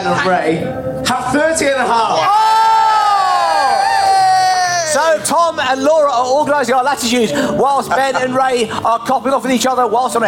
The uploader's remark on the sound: Recorded live at the Latitude Festival.